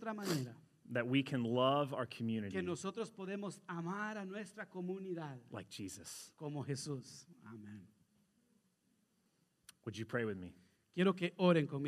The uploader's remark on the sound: Sermon delivered Sunday, February 14, 2021 (Transfiguration Sunday), at a joint worship service of Christ Church Madison visiting at Lighthouse Church Madison.